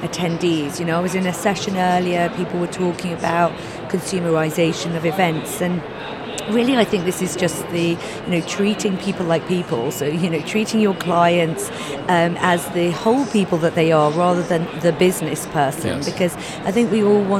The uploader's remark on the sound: Live from #IMEXAmerica